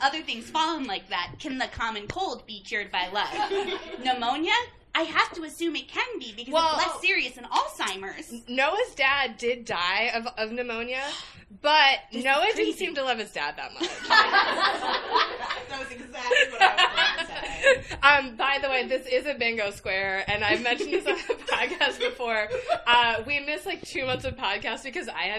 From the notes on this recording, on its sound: A special live episode recorded at Trident Booksellers & Cafe in Boston! LIVE at Trident Booksellers! A special live episode recorded at Trident Booksellers & Cafe in Boston! Thanks again to Trident for having us and to everyone who turned out to see our live show!